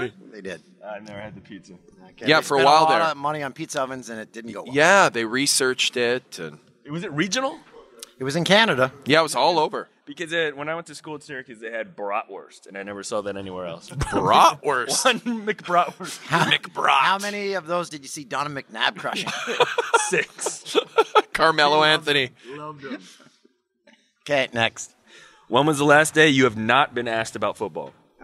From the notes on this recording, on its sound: LIVE(ish) from Super Bowl LI.